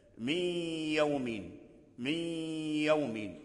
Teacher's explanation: الحاصلة في قولك مثلا من يوم ليست الغنة في الياء إنما الغنة في النون لأن الياء لا غنة فيها · Term: إدغاما ناقصا